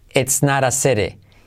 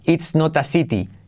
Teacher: la T como re suave